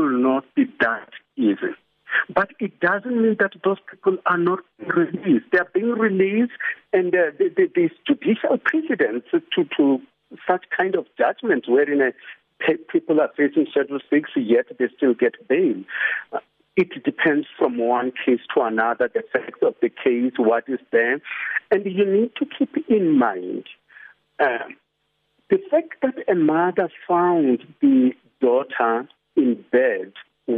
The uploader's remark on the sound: joins us on the line